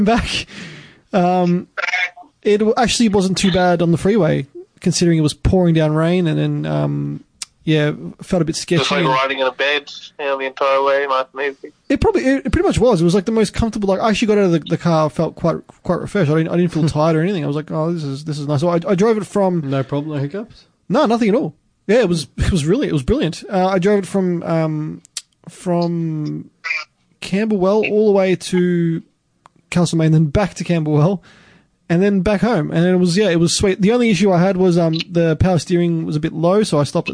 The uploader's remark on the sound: Via Phone LInk